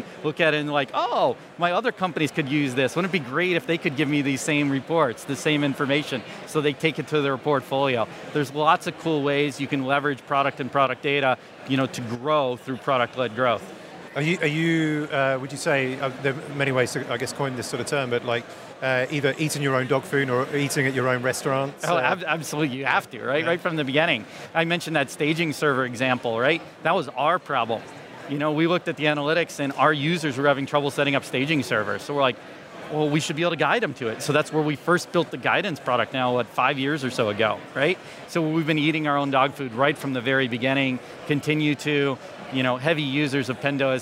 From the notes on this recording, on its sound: This week's episode of the SaaS Revolution Show is a live recording from SaaStock 2019.